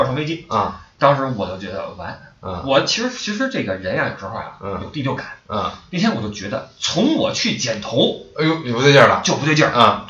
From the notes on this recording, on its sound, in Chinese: 出门在外没带专业话筒，音质抱歉